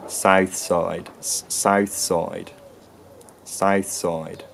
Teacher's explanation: in High Tider accents today, the vowels start in a fairly peripheral position by the sound of it